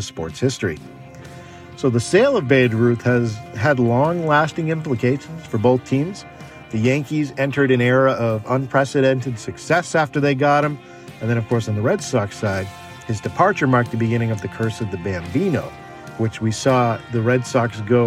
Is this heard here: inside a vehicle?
yes